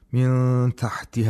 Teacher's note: Both of them are similar to each other, and you have to approximate the place of articulation of ta, and at the same time make a nasal sound for two vowel counts · Term: إخفاء نون ساكنة